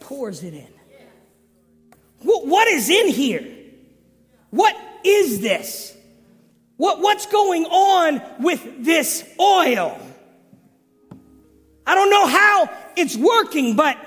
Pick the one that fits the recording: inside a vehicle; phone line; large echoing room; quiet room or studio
large echoing room